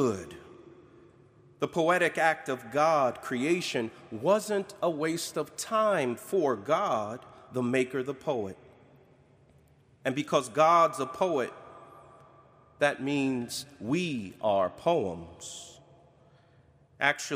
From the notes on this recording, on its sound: Preached on August 29, 2021, at Duke University Chapel.